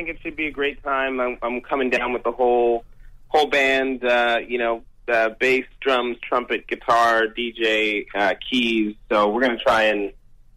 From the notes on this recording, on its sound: called into our weekly radio show in London